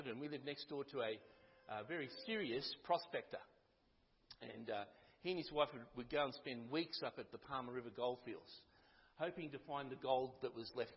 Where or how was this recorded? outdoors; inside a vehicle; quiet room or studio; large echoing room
large echoing room